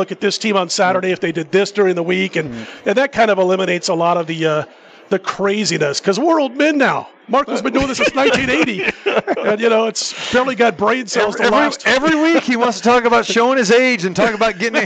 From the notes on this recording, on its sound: Live from the Superbook at the Westgate Las Vegas.